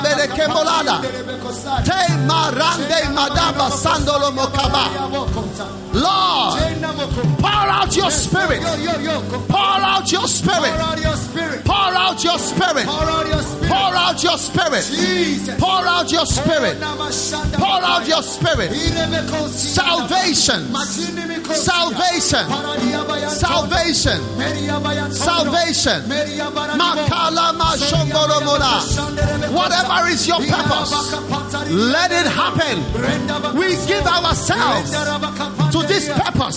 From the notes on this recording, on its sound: Preached at the Good Friday Service at the Independence Square, Accra.